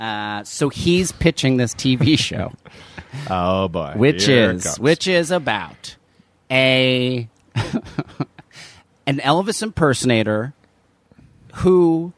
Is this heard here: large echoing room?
no